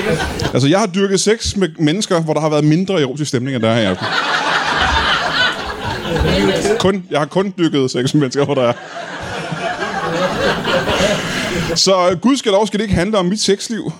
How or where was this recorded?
live audience